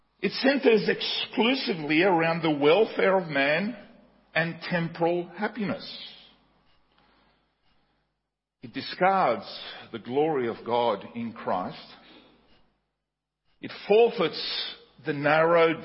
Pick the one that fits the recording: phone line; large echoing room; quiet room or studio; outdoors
large echoing room